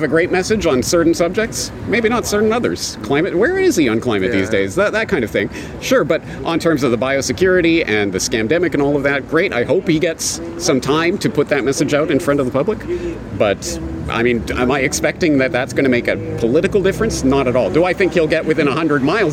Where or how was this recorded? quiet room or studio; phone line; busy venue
busy venue